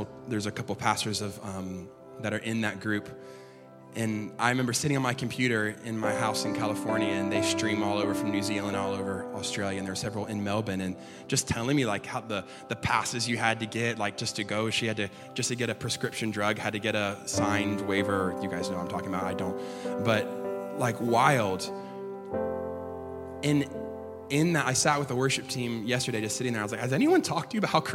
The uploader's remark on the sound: LIVE at Echo Church